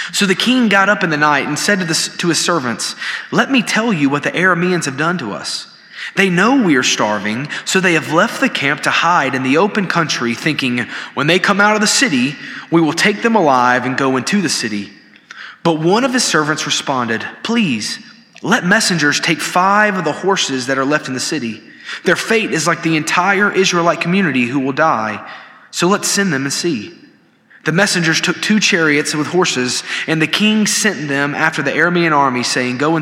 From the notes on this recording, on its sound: This sermon was delivered on April 19, 2023 at First Baptist Church Hendersonville, NC during the Wednesday night Bible study hour.